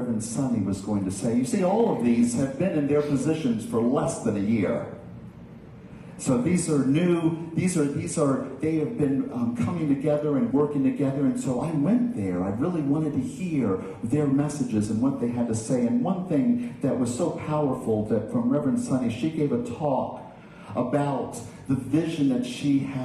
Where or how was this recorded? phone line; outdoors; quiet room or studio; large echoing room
large echoing room